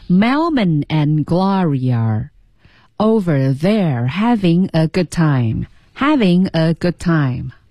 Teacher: Are over there 是轻读的，略读了